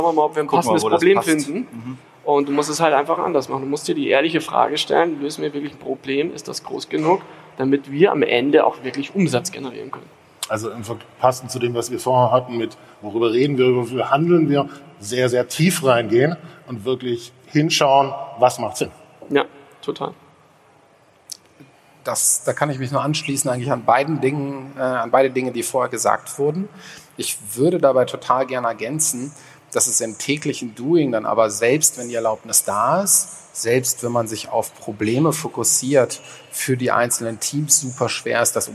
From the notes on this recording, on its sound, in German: Der Roundtable wurde LIVE auf der Bühne aufgenommen beim Growth Marketing Summit 2019 in der alten Oper Frankfurt.